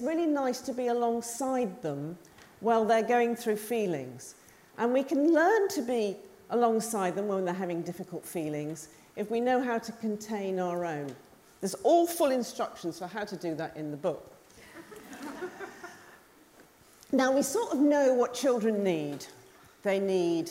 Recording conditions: live audience